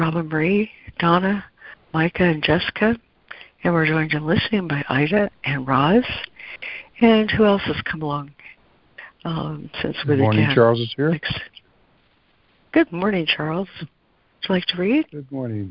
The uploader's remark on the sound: ACIM Daily Conference Call.